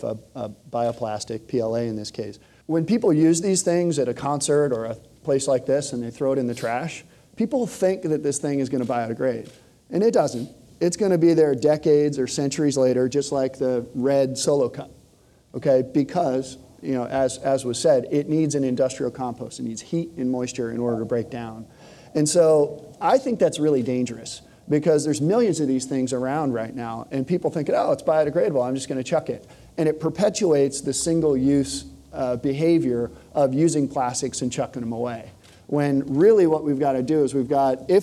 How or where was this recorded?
live audience